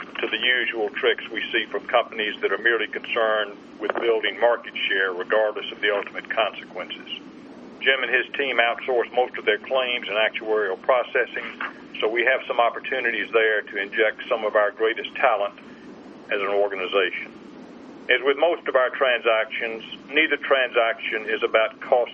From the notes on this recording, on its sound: ProAssurance Conference Call